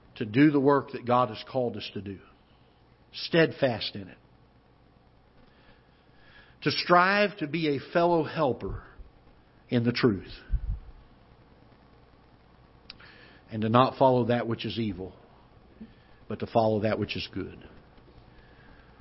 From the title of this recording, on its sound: Ketha Heights Baptist Church ~ Live Broadcast